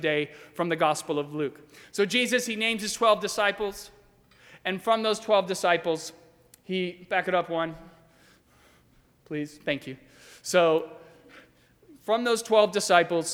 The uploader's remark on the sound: During the 10:30 AM Ash Wednesday service on Wednesday March 1, 2020, at First Presbyterian Church of Arlington Heights, Illinois.